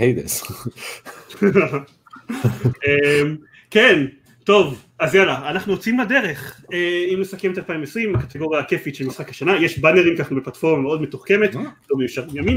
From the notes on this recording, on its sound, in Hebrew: למה איכות הסאונד מחורבנת ויש כל כך הרבה תקלות